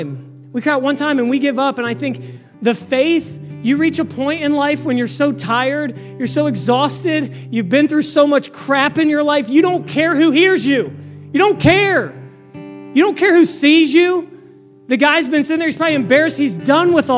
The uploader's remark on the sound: This message was preached on September 10, 2023 at FIVE39 Church.